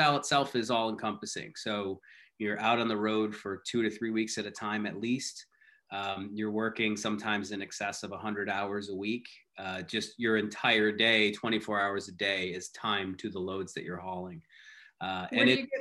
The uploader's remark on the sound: streamed live on Twitter on Tuesday, January 19, 2021